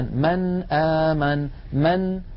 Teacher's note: فأخذ رحمه الله رأس الخاء ويكتبون رأس الخاء من غير نقطة، فإذا رأينا رأس الخاء يعني كأنها حاء فوق نون ما، فإن هذه النون ساكنة يقرعها اللسان، مثلا من آمن من، فيقرع اللسان مخرج النون عند الهمزة ولا يتأثر بمجاورتها أبدا · Term: الإظهار